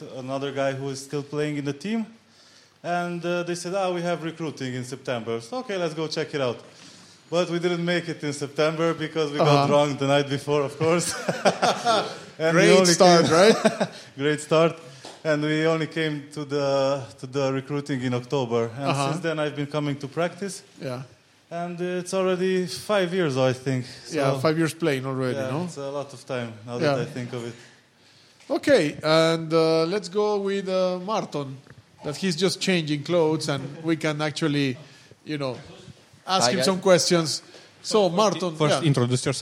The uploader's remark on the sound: This week we decided to have our recording at a different location and what better opportunity than to do it directly at our Crusaders Gym.